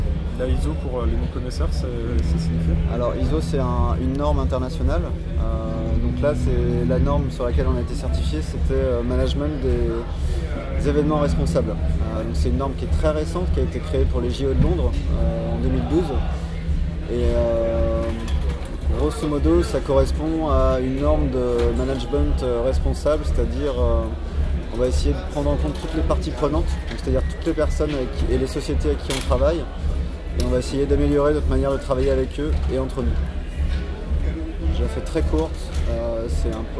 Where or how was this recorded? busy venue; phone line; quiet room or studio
busy venue